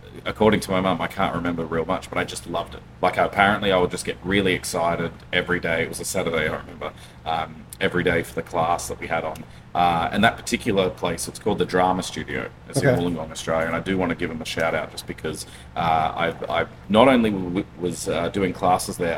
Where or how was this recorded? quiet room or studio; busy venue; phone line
busy venue